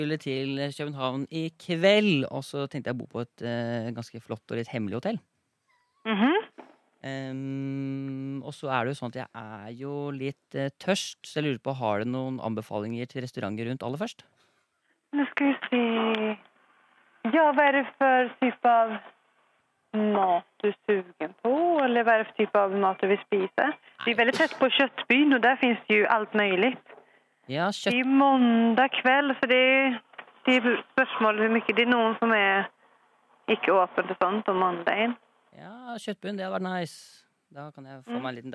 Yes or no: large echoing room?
no